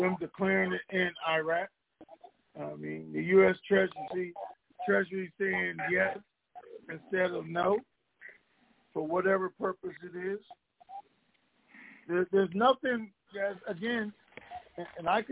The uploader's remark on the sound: Conference Call